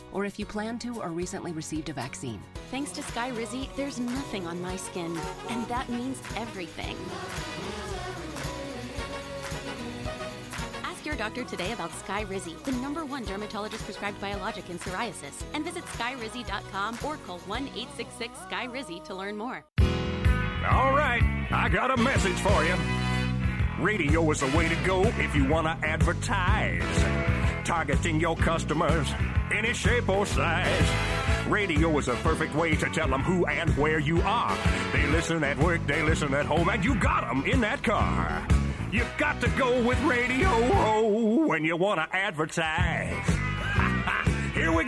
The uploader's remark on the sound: live at Big Mill ahead of KU vs UCF football on 10/7/23